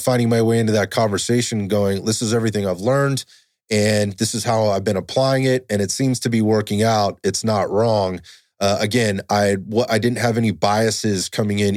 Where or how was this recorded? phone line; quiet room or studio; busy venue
quiet room or studio